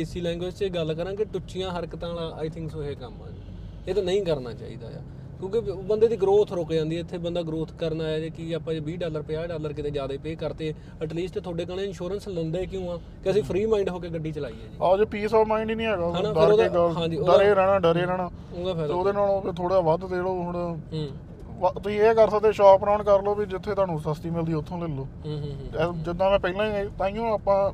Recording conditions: inside a vehicle